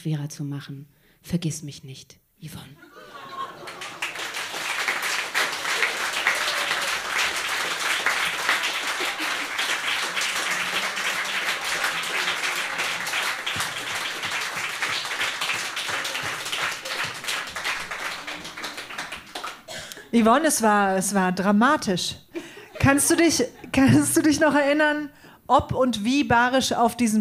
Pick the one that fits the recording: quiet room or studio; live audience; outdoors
live audience